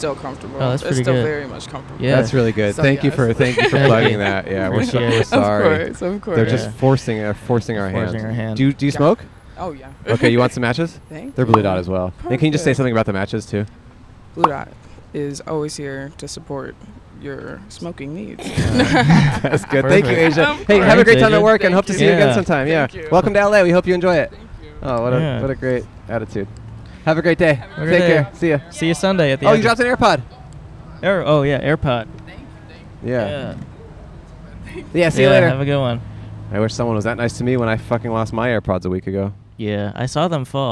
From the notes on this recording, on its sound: Outside a Hardware Store. In front of Koontz Hardware in West Hollywood, CA.